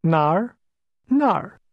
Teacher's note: the falling, rising tone in the word where